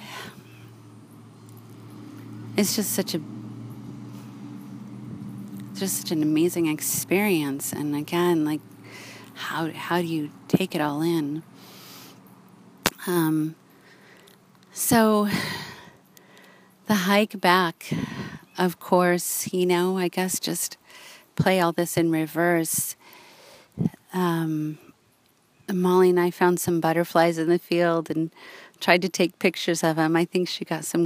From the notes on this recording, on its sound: I sit in a local park, and share the experience of hiking in this amazing location, just outside of South Lake Tahoe.